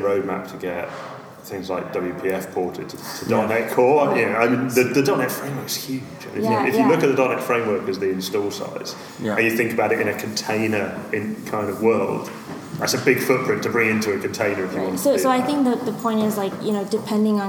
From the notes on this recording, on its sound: Talking at the Microsoft Decoded conference in UCD.